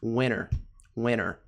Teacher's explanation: você vai ouvir americanos falando sem o T, winter, winter, ok?